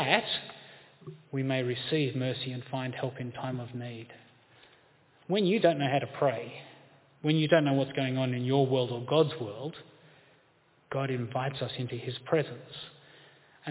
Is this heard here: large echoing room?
yes